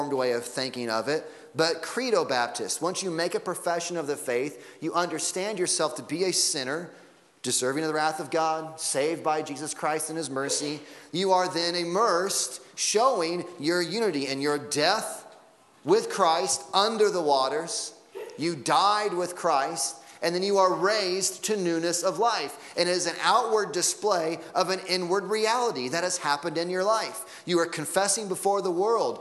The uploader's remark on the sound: Sunday Morning Sermon Audio